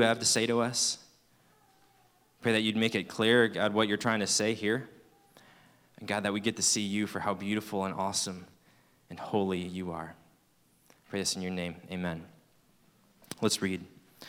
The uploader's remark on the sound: At Fall Conference 2023. Fall Conference is hosted by Campus Fellowship every year toward the beginning of the school year.